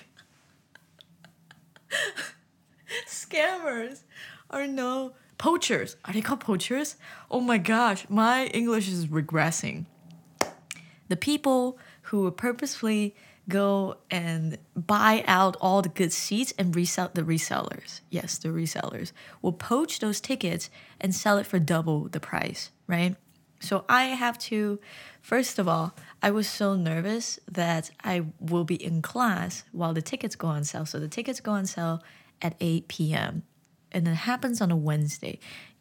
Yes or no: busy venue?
no